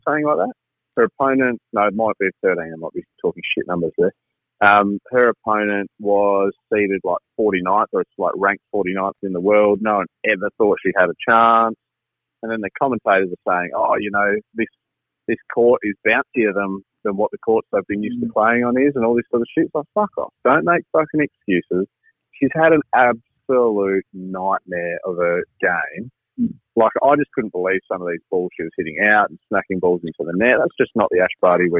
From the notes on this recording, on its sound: ITS OFFICIAL! WERE IN LOCKDOWN! THE GUYS CALL IN FROM HOME.